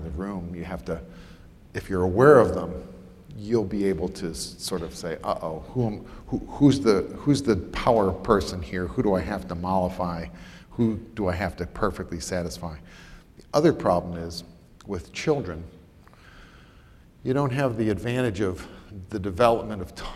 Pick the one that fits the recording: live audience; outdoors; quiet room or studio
live audience